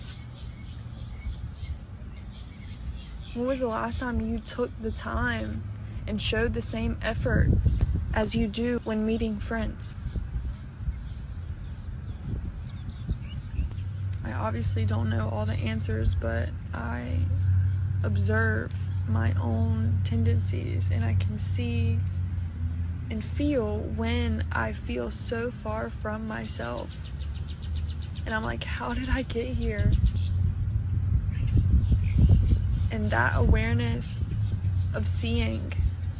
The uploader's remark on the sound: I recorded this episode at a park which was the cutest thing ever. You may hear little ones playing in the background.